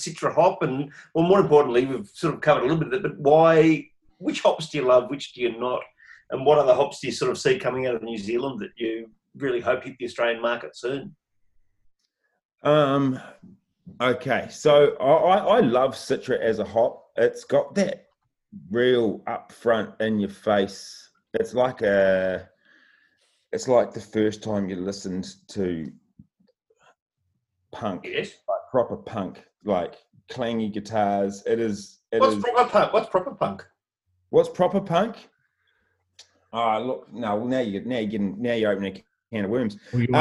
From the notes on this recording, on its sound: Into the coolroom zoom room.